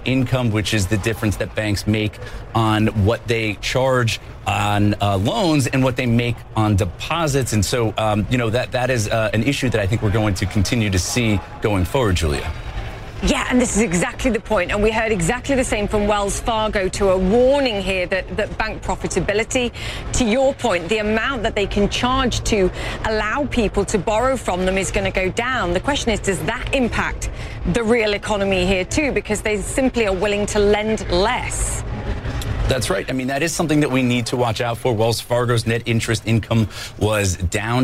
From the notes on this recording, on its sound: live from the New York Stock Exchange